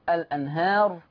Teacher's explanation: نقل فتحة الهمزة إلى اللام